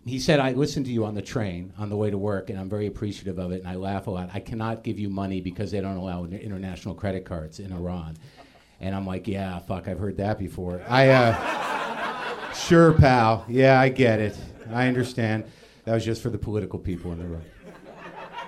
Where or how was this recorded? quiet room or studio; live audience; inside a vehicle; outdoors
live audience